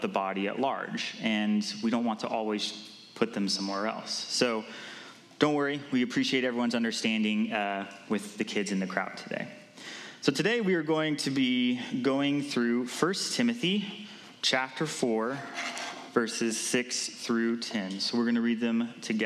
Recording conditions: large echoing room